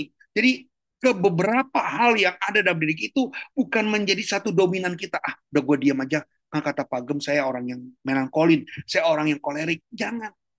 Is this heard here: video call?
yes